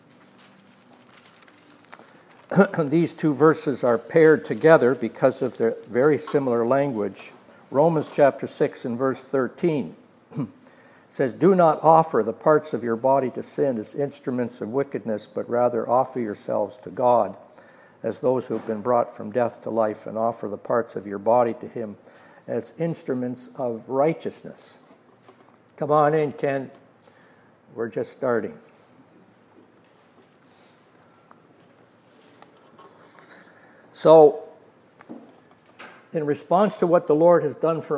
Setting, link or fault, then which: setting, live audience